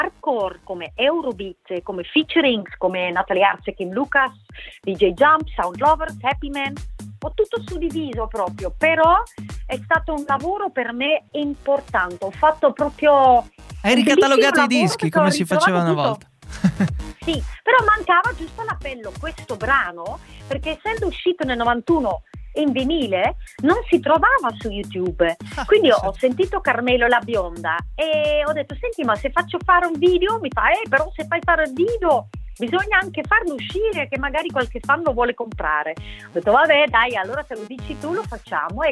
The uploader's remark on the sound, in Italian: In diretta su Radio Tausia. E' intervenuta telefonicamente in diretta nel Chicco Sound Show.